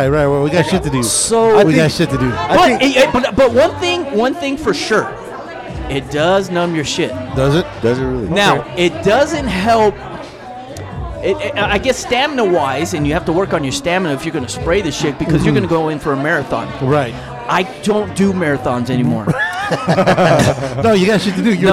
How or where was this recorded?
busy venue